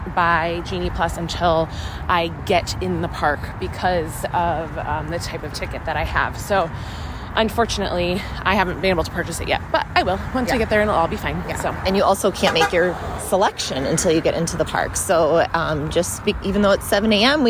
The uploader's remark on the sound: Live From Disneyland! We are live from California!